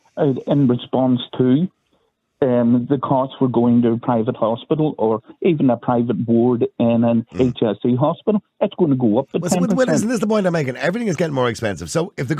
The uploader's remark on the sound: Opens the phone lines. Callers weigh in on the concerns of creating disparities.